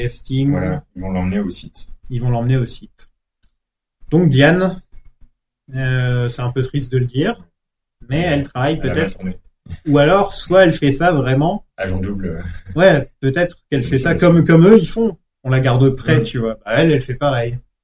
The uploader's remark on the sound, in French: Dans cet épisode complétement gâché par un problème d'enregistrement